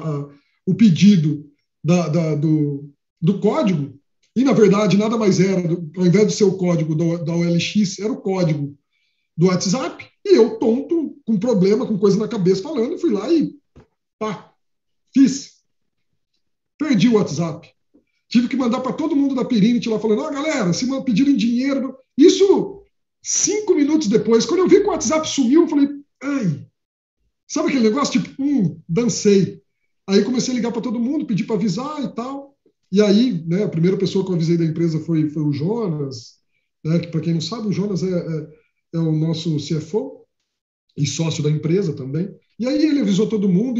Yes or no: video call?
yes